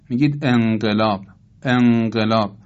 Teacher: یعنی دقت بکنید زبان به مخرج نون متصل نمیشه، ناخودآگاه شما این کارو میکنید.